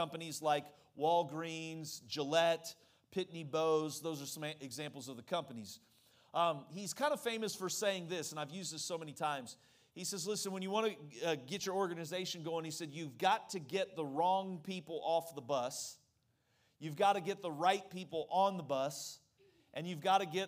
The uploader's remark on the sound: during the Tuesday evening service of our Fall Revival on October 3, 2023